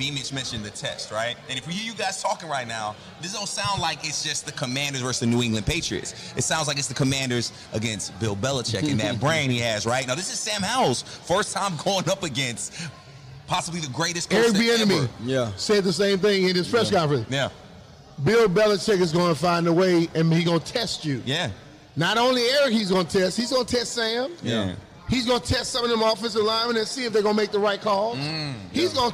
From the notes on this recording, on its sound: LIVE from the Commanders fan rally in Boston